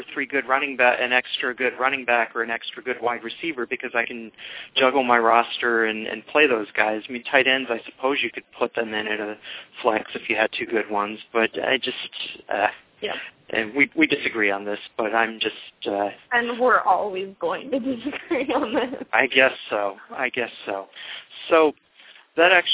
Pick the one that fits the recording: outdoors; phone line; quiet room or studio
phone line